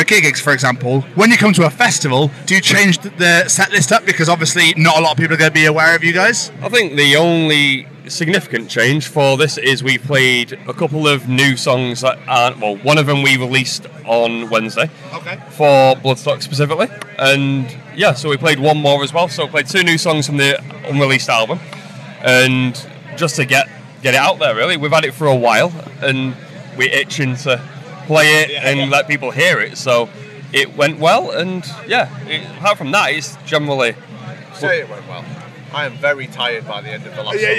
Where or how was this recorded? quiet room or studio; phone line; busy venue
busy venue